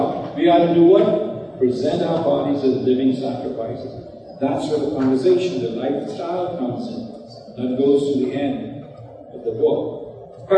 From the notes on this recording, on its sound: Note there are some Audio Issues with this recording